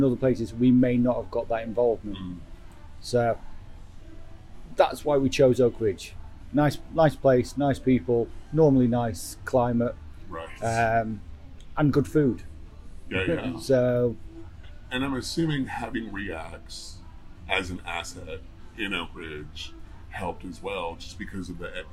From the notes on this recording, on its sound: The conversation took place in a Knoxville coffee shop, so there is some coffee-related background noise.